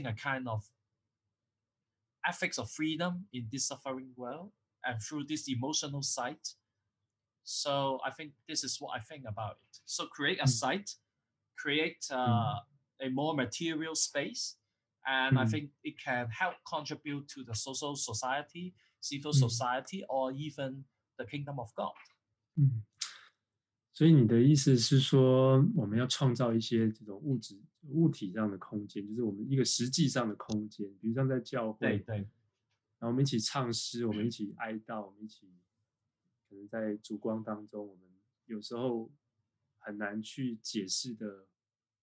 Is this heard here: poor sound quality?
yes